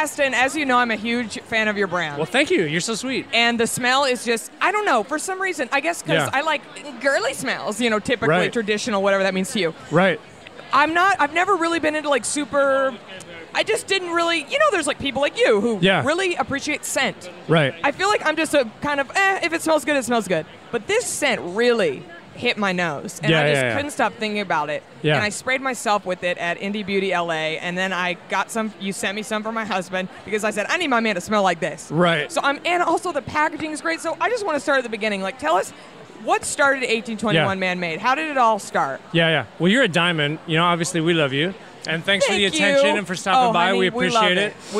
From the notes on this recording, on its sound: I recorded this episode while at Indie Beauty Expo Dallas 2018. I interviewed some of the brand owners with products I love.